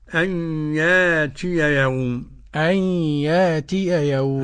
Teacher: وقرأ بإبدال الهمزة يأتي الساكنة بعد متحرك